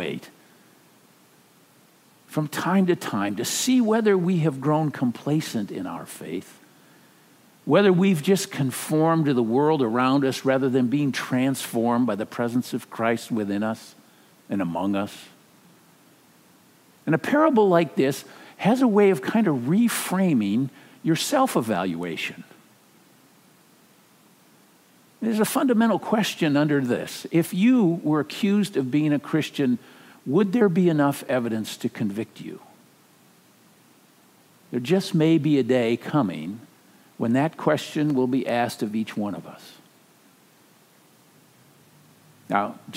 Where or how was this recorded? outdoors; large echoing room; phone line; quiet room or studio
large echoing room